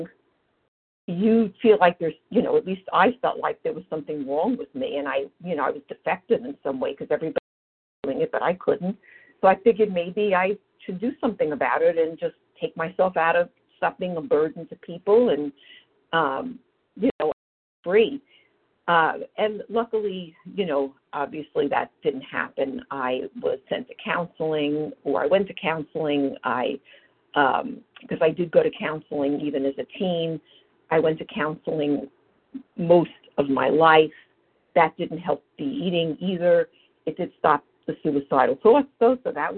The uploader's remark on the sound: from the 100 Pounders Phone Meeting